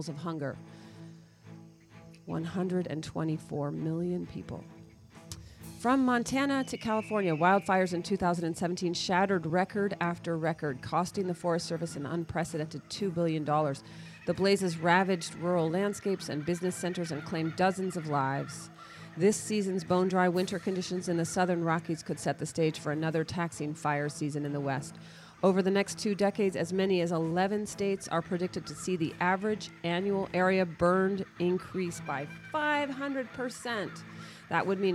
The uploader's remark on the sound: We have interviews and footage from the March For Our Lives in Washington.